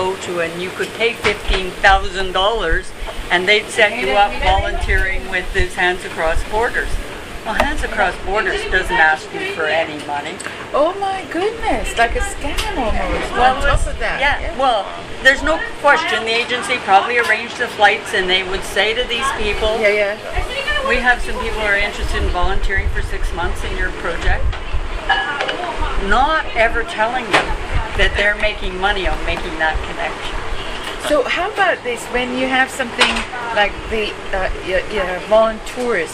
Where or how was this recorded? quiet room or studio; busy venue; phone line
busy venue